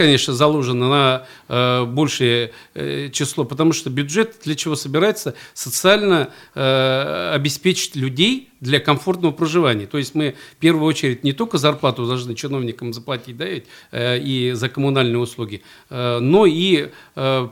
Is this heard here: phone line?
no